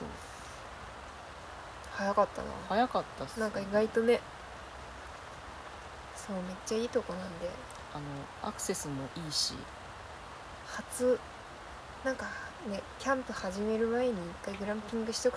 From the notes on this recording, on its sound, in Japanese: グランピング中に収録しました！